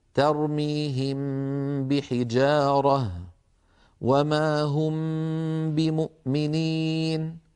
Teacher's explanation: تخفى الميم الساكنة بغنة إذا أتى بعدها حرف واحد وهو الباء، نحو ترميهم بحجارة وما هم بمؤمنين. إذن نطبق الشفتين على ميم ونباعدهما عن باء · Term: الإخفاء